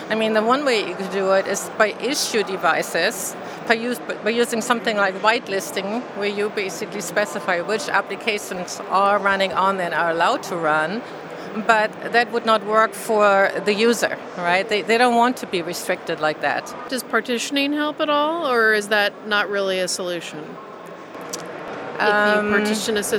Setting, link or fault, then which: setting, busy venue